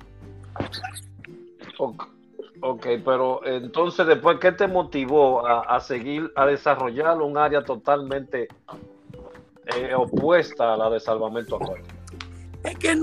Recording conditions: video call